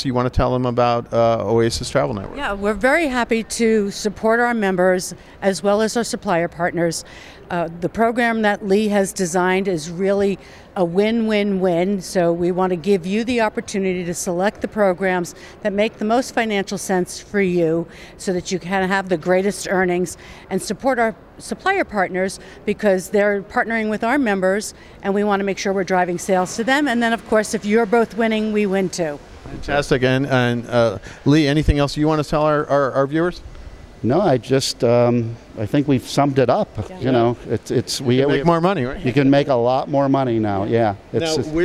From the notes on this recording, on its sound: at this month’s Signature Travel Network conference in Las Vegas